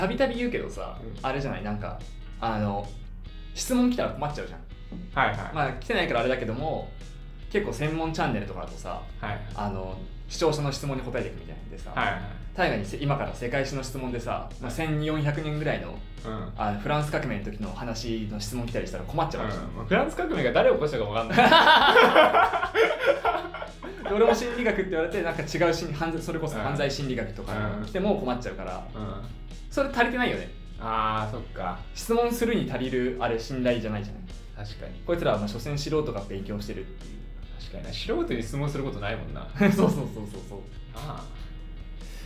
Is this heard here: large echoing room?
no